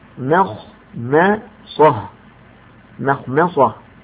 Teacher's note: الميم لأنه بعدها حرف الخاء وهو حرف مستعل مفخم، والميم الثانية بعدها حرف الصاد وهو حرف مستعل مفخم، فحاذر أن تفخم الميمين. ما هكذا تقرأ الميم ولا يجوز تغليظها.